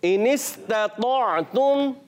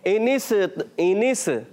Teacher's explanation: سین کی ادائیگی کلیئر رکھنی ہے، سین میں کلکلا نہیں کرنا · Shown in: first take